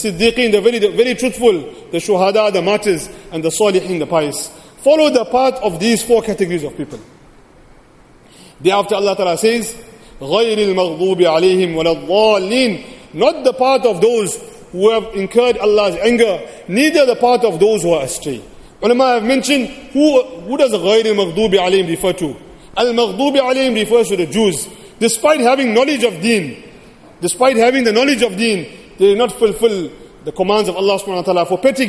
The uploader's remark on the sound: Jumuah lecture